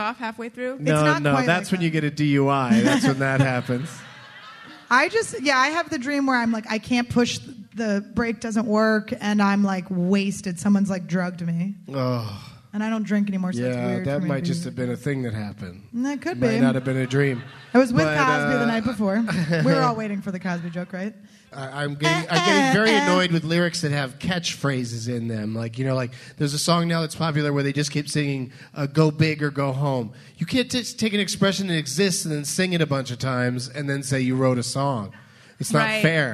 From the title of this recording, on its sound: LIVE FROM BUMBERSHOOT